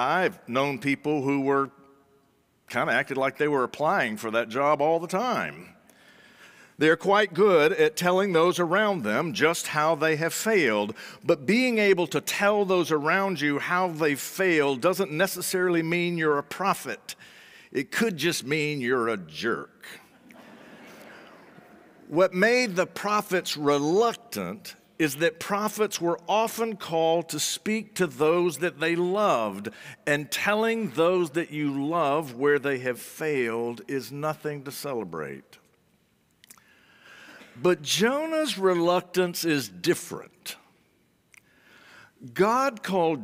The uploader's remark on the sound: The worship service recording includes both pre-service and post-service music.